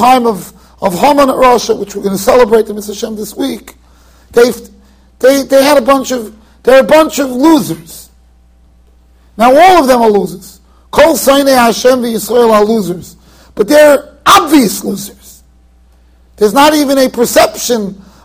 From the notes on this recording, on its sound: Shiur recorded in Yeshivas Ohr Reuven, Monsey NY.